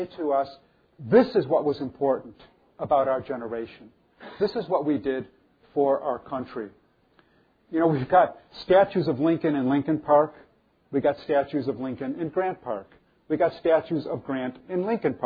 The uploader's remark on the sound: our closing lecture for our One Book program